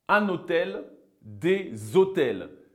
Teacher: Bien que le mot commence par une consonne, le H, on le traite comme s'il n'existait pas. Ensuite, on prend directement la prononciation du O, un hôtel, des hôtels. · Term: le H muet